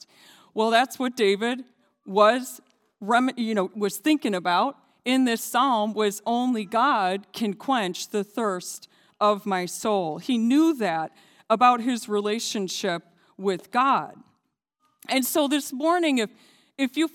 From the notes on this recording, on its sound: This JAT was recorded live on Sunday, October 17th, 2021 at Newark United Pentecostal Church.